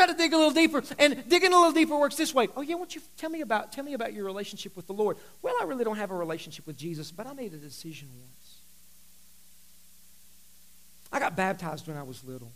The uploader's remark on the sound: Several technical issues occured during this service which explains the abrupt ending of this recording.